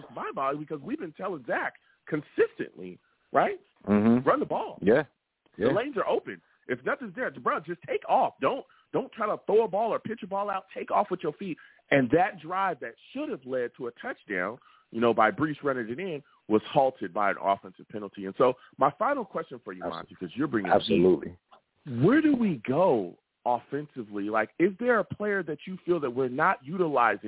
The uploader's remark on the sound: I take live callers!